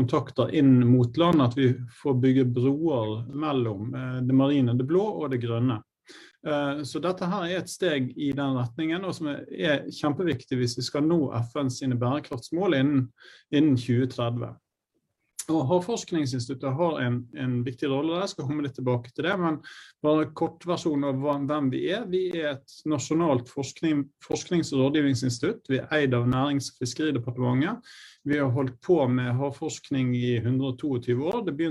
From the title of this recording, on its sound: Live Zoom